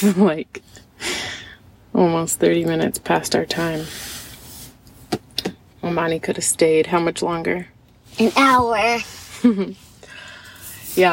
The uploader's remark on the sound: Our conversation takes place in the car right after we left the little kitties.